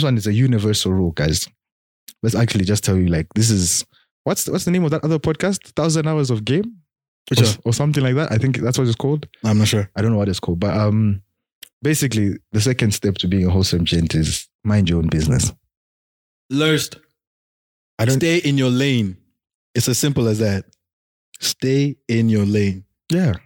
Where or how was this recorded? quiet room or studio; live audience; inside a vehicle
quiet room or studio